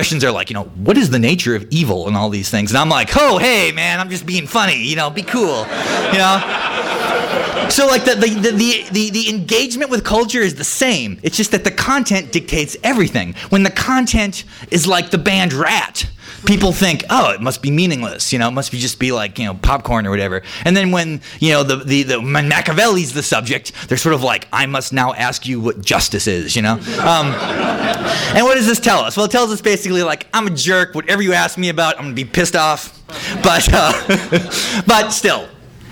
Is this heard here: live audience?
yes